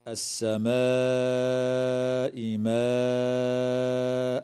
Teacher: وتمد الألف قبل الهمزة من قوله تعالى: السماء ماء، من قبيل المد المتصل، وقدره 4 أو 5 حركات أيضا